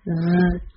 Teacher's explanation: 不要贴住舌的两侧，必须要贴住上齿的两侧，形成一条狭长的通道。气流通过要有摩擦的声音，双唇稍微向前突出并收圆。sh 它是个清辅音，跟我们之前说过的 pleasure 里面的 r 它是个相对的音。发 sh 我们要注意送气，声带不振动。字母 e 的发音是 e。嘴唇向两边伸开，唇扁平行，与微笑时的口型相似。好，第二个单词是 is。发好这个音的秘诀就是收紧小腹。好，下面 s 的发音是 z，发音的时候气流由舌端和齿龈之间的窄缝中泄出，空气泄出时伴有嘶嘶声。最重要的是发音的时候声带振动，千万不要用汉语里的滋来代替